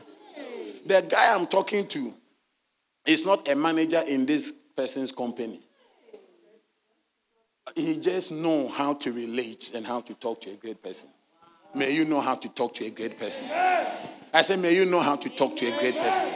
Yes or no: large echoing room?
yes